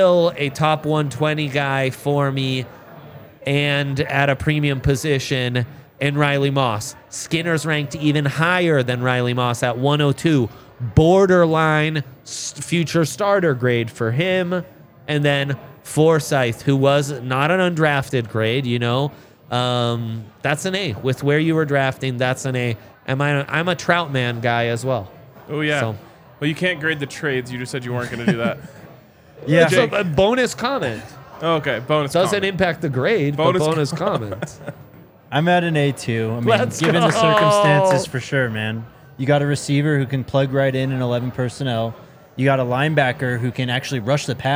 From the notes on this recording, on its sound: coming to you LIVE from the DNVR Bar